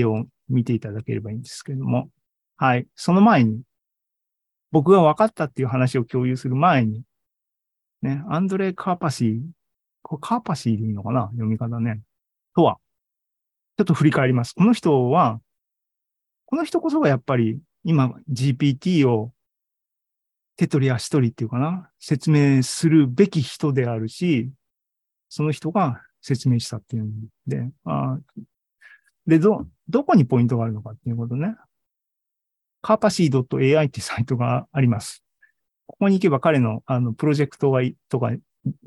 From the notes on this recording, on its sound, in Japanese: ２０２３年２月２２日に開催した ZOOMライブの模様です。